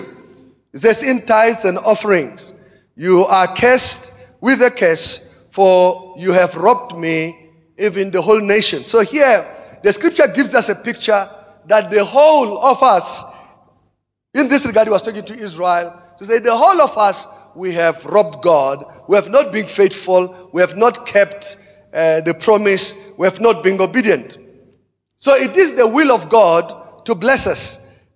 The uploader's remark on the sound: Preached at Emmanuel Christian Church, Arcadia Campus, Second service on the 15 of October 2017.